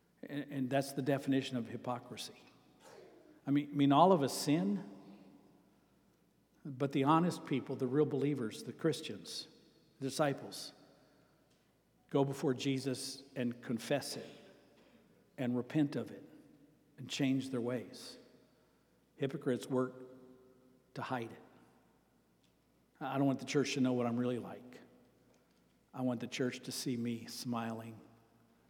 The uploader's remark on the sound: Sermon preached on September 10, 2023, at Avondale Baptist Church.